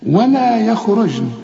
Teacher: هنا الجيم حنقلقلها عليها السكون، كل جيم في القرآن عليها سكون لازم حتقلقل.